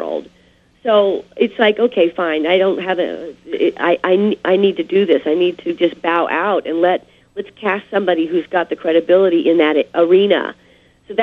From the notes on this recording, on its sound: called